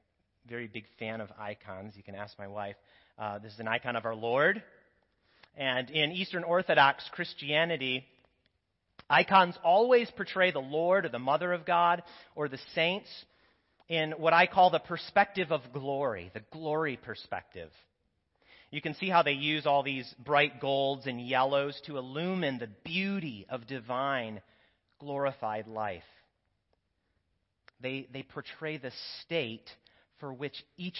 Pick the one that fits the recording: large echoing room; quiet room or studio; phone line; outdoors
large echoing room